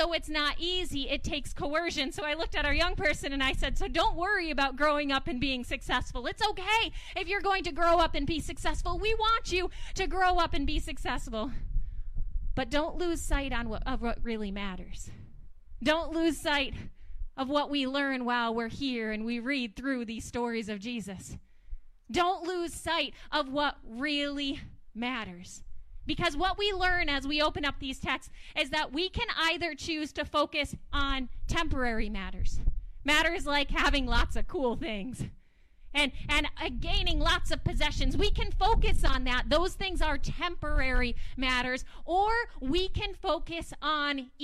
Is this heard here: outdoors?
yes